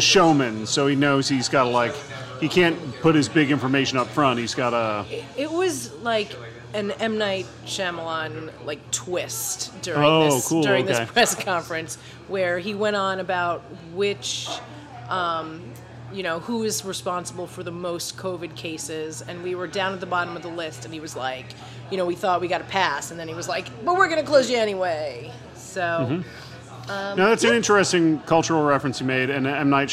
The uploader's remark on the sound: T's the last night of indoor bar service in NYC for a while. At Hinterlands Bar.